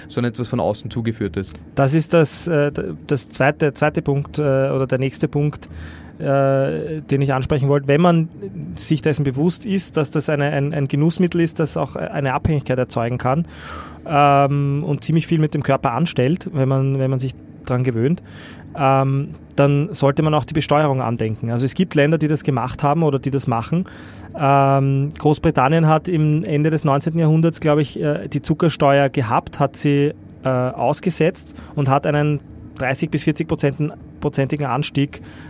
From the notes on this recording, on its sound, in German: In unserer Live Aufnahme am 4Gamechangers Festival.